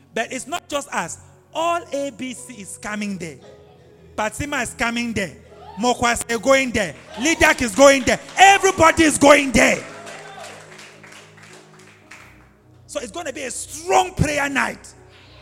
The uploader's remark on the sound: preached live at ABC Robega